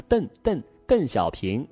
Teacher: 邓小平全是前鼻音了